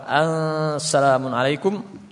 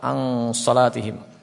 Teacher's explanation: jadi lisannya terangkat karena sad itu huruf yang tebal · Shown in: second take · Wasin harful mustafil dan sin huruf istifal murakkak tipis.